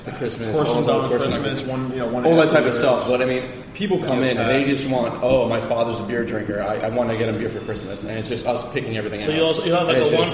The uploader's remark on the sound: on location at Portchester Hall in Westchester